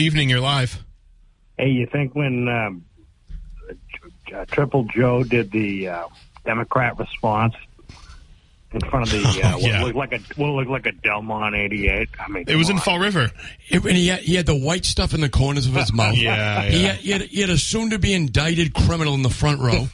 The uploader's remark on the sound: take calls from the audience